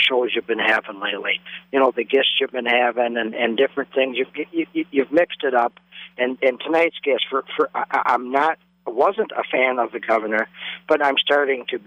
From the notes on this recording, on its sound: Called. Proclaimed today Wisconsin Craft Brewery day from the festgrounds.